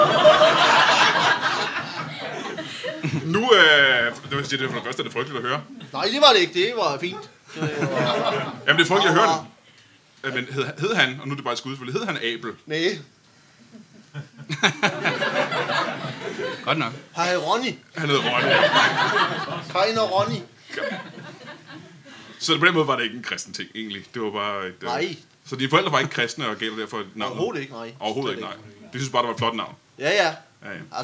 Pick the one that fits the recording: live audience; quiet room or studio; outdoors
live audience